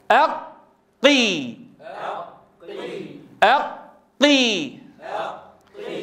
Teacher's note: أنا أطول الزمن شيئا في هذا المشدد من أجل ضبط غلق المخرج · Term: مخرج القاف